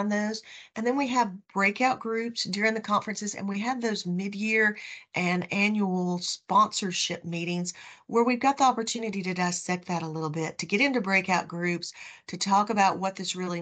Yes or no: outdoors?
no